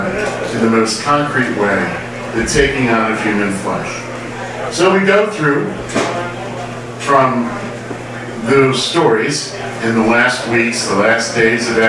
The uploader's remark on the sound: Arlington TOT is held on the 2nd Monday of each month at O'Sullivan's Irish Pub located at 3207 Washington Blvd., in Arlington, VA, across from St.